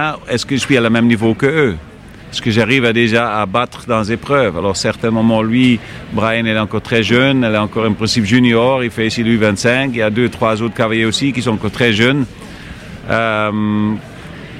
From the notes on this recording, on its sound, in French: En immersion au CHI de Genève. Nous sommes en direct du CHI de Genève dont nous sommes, pour la deuxième année consécutive, média partenaire !